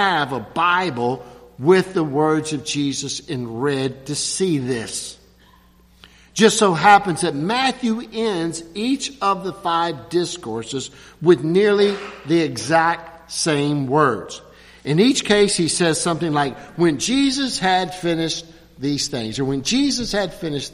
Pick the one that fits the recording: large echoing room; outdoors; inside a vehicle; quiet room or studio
large echoing room